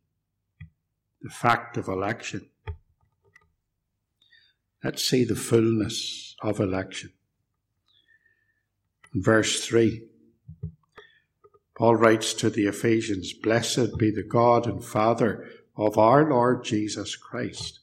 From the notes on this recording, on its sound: This sermon was preached at Ballymacashon, and Templepatrick Reformed Church, where this recording was made